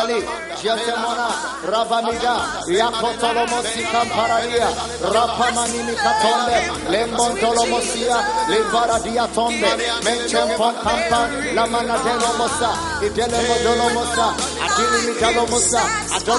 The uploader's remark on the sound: Preached at the Prophetic Encounter Service.